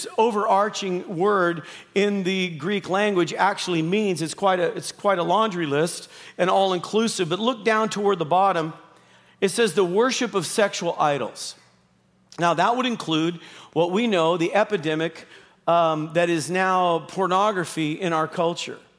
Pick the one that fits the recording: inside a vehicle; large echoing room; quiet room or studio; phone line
large echoing room